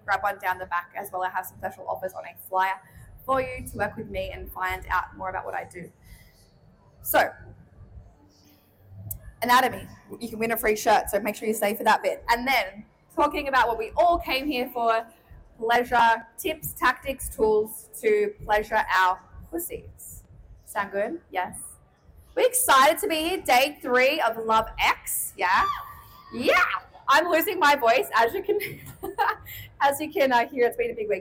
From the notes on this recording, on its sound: Live from LoveX Brisbane!